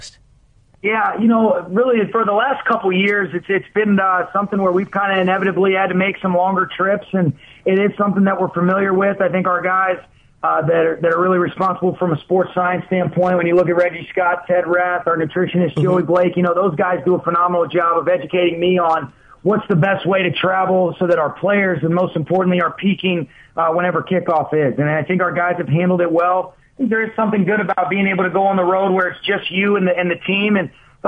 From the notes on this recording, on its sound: called